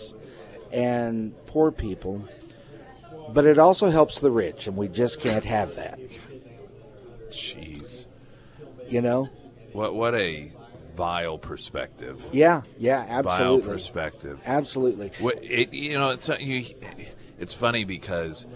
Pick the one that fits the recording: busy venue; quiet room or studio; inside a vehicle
busy venue